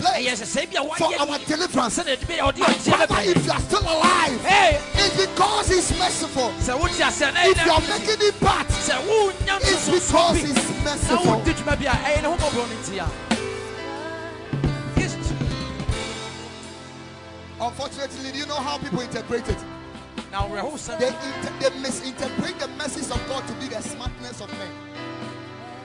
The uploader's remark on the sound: Preached at the Sunday Service